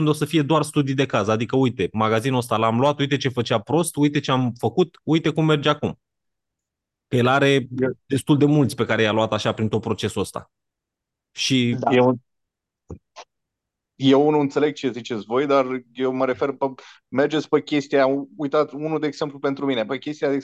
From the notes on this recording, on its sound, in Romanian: Conferinta Zoom Saptamanala EcomSchool.